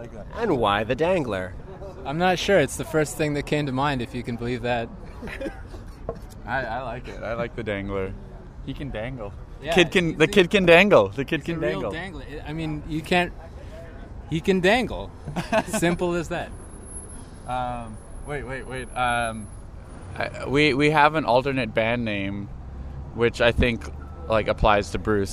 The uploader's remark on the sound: Outside the Media Club before a Monday night show. In the middle of our chat, he got into a fight with his roommate about all the records that were clogging up their living room.